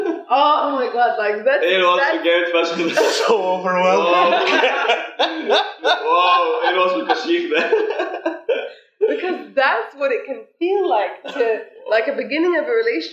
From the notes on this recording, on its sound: The sound quality is not ideal in this episode, but we have since worked out the issue.